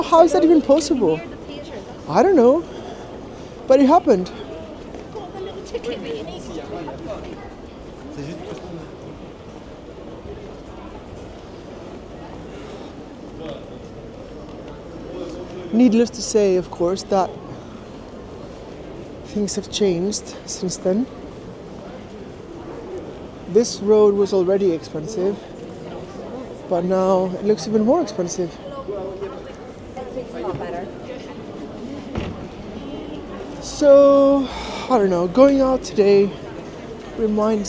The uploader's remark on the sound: Cinematic Motivational Walk in Chinatown. I'll be walking around, taking in the sights and sounds, and talking about setting goals and intentions for the year ahead.